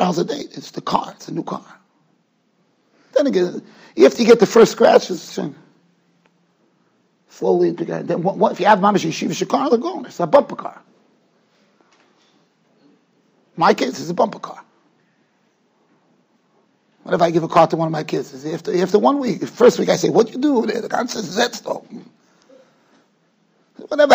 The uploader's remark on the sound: Shiur recorded in Yeshivas Ohr Reuven, Monsey, NY.